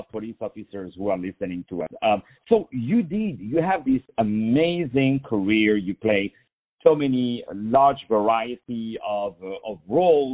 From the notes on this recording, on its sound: On the phone